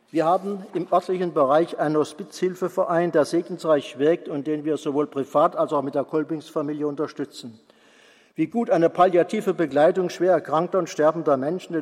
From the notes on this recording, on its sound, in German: Vortrag, gehalten beim Kongress "Freude am Glauben" 2016.